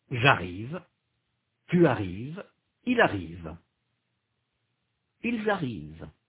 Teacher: Note that the first, second and third person singular, j'arrive, tu arrives, il arrive, and the third person plural, ils arrivent, are identical in pronunciation. Note in particular that the S of tu arrives is not pronounced, nor is the final NT of ils arrivent.